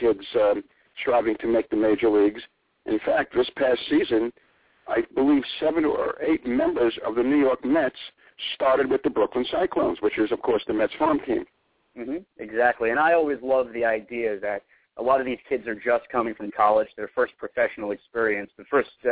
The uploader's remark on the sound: calls in this evening